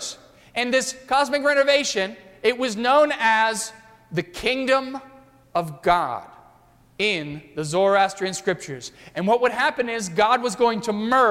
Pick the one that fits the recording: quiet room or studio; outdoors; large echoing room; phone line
large echoing room